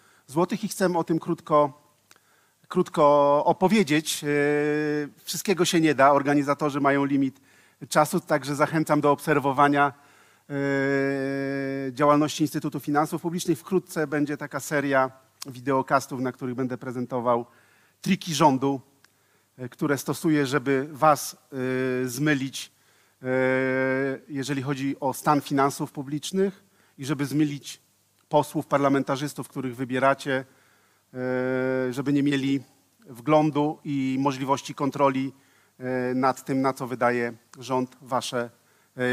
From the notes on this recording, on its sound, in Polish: Odcinek jest nagraniem wystąpienia z Weekendu Kapitalizmu - trzech dni celebracji wolności, niezależności i dobrego biznesu; prelekcji, debat i pokazów filmowych. W warszawskim Teatrze Palladium.